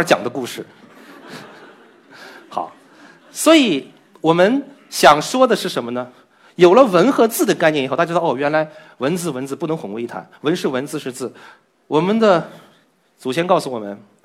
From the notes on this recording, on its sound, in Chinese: 经过与现场观众的互动，有四分之三的观众认为是时间短的意思，只有四分之一的观众回答出了正确答案“看不见”。